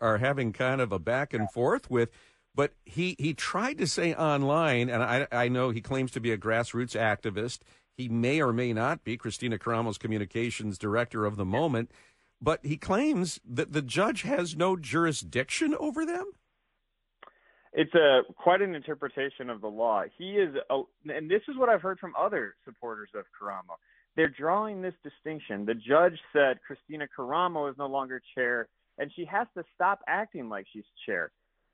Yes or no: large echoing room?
no